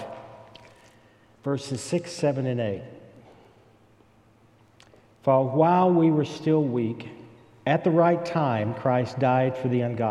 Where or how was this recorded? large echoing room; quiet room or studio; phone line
large echoing room